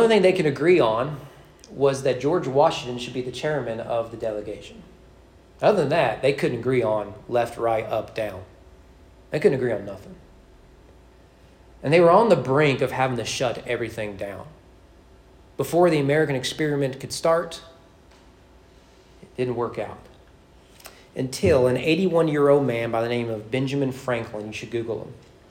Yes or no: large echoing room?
yes